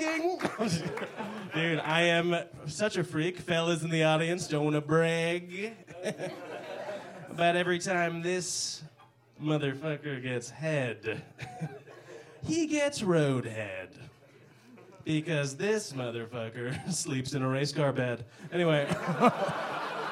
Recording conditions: live audience